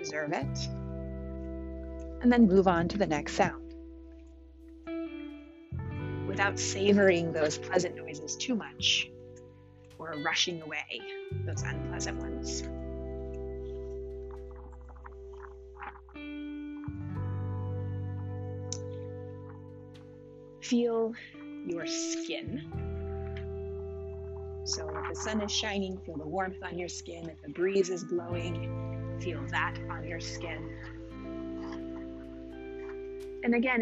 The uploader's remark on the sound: Recorded on a neighborhood walk, this episode has some ambient noise